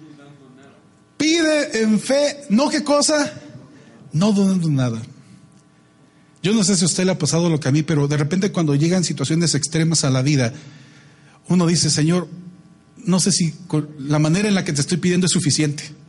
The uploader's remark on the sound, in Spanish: Audios de la Convocación Nacional de Adoración 2016 de la Iglesia de Dios (7º día).